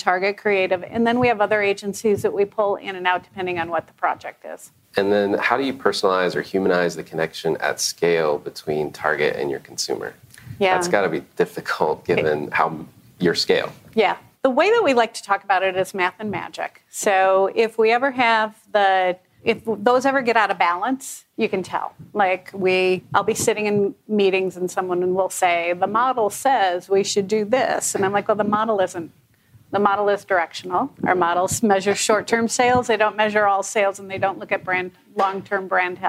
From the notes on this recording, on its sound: Recorded during the Incite Group's Brand Marketing Summit. Comes to you from Brooklyn, where it was recorded during the Incite Group's Brand Marketing Summit.